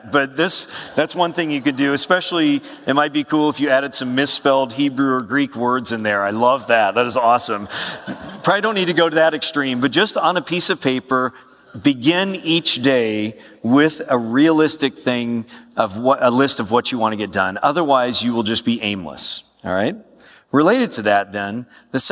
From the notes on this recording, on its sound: A lecture titled "Taking Care of Your Time," given at SBTS's All Student Summit in September 2016. Southern Baptist Theological Seminary All Student Summit.